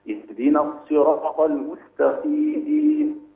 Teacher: والمستقيم انت برضه حبيت تفخم القاف شويه